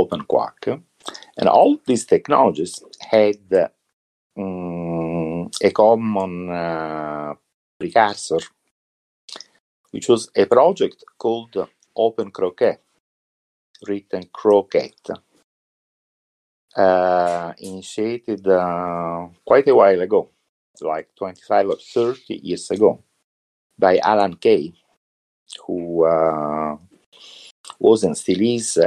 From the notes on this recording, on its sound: Recorded this episode of the Turing Church podcast from Discord. I recorded this episode of the Turing Church podcast from Discord using Craig , a voice channel recording bot for Discord. The audio is crisp and clear.